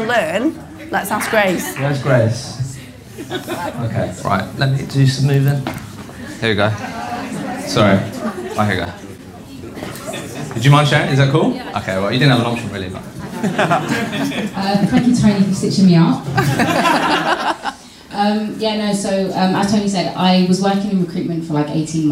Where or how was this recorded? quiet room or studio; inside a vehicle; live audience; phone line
live audience